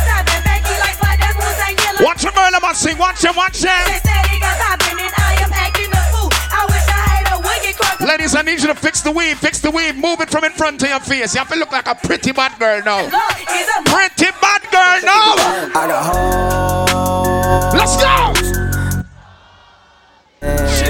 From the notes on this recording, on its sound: Pon Di Endz Miami 4/20/19 (LIVE AUDIO).